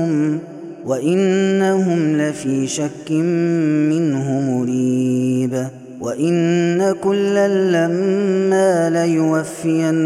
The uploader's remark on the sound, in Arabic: هذا التسجيل من صلاة التراويح